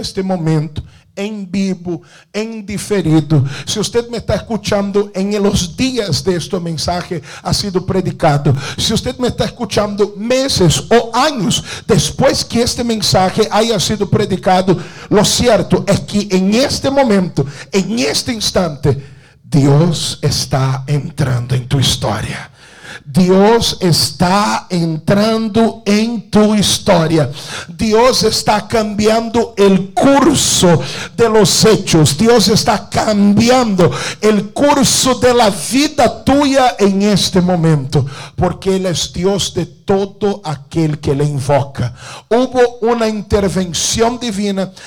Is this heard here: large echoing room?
yes